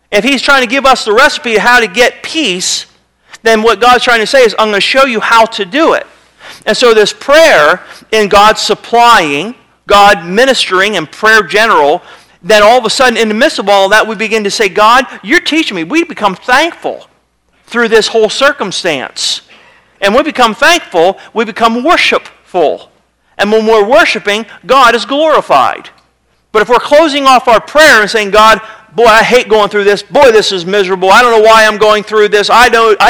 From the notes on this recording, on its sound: Sermon was recorded March 15, 2009 at Northside Baptist Church of Elkhart, Indiana